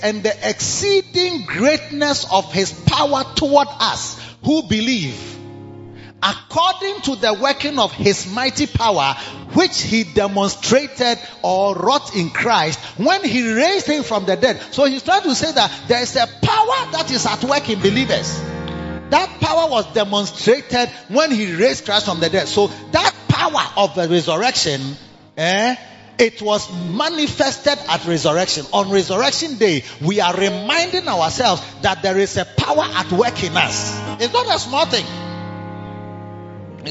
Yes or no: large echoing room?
yes